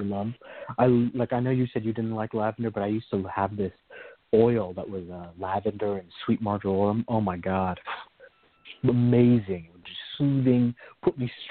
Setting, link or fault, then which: link, phone line